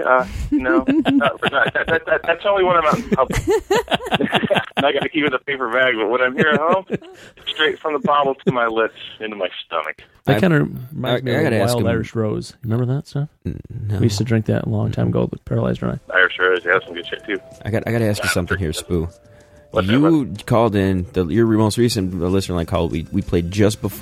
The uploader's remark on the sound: via the phones